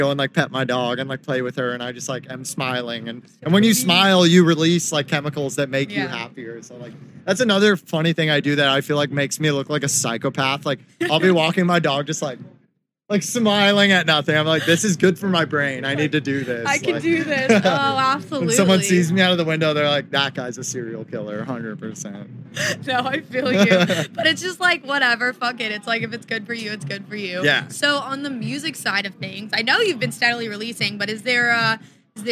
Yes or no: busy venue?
yes